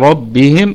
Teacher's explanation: الراء مفخمة وبقية الكلمة مرققة